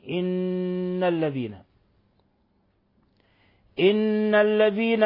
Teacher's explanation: نون مشددة تغن مقدار 2 حركات